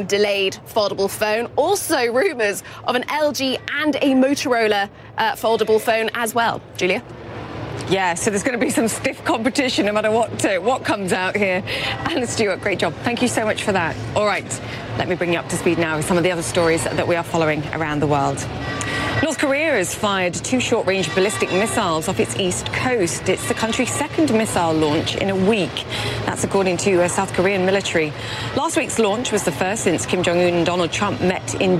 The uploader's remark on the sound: live from the New York Stock Exchange